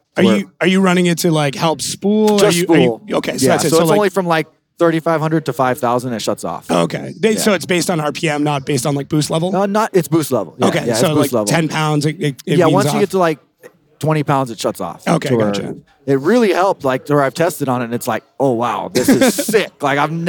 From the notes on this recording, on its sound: Live at Long Beach. We did it live.